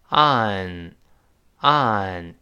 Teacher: 再次强调不要读 on 了，舌根不能动